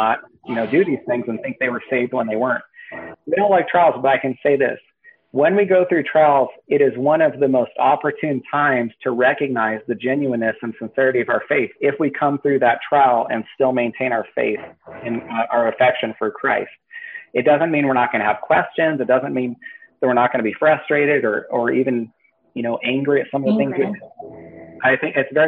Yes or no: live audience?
no